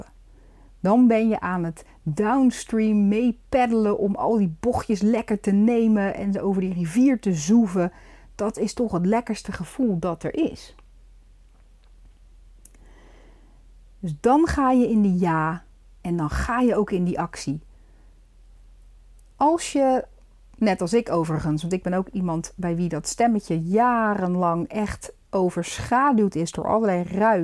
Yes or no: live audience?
no